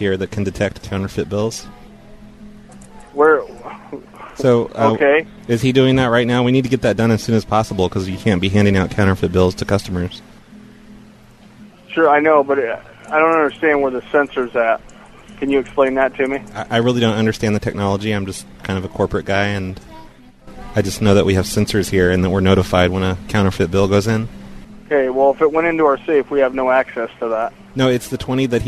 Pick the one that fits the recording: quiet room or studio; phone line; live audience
phone line